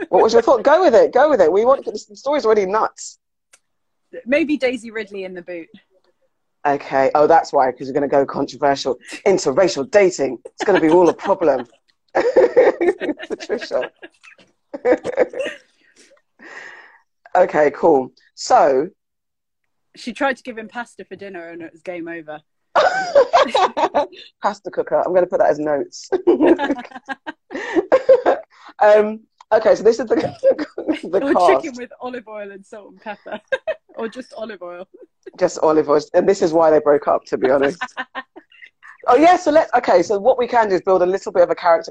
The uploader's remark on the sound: as part of our lockdown Instagram Live sessions